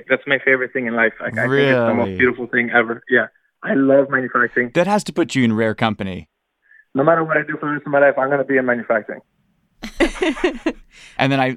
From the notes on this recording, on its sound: Call-in Pitch Competition. Back in May, we invited listeners to call in and pitch us their startups.